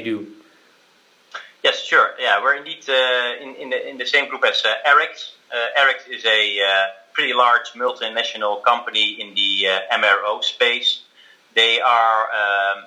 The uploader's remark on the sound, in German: Interview aufgezeichnet per Telefon